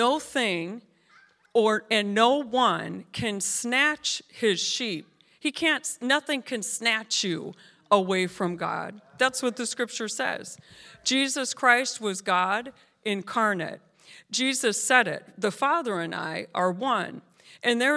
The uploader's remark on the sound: This JAT was recorded live on January 22nd at Newark United Pentecostal Church.